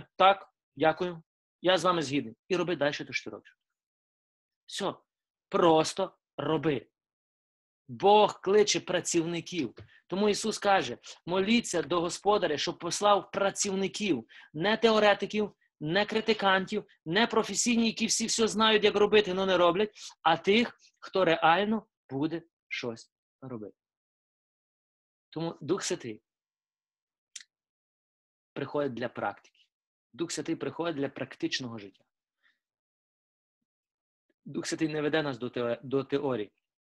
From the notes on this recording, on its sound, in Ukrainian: Zoom зустріч.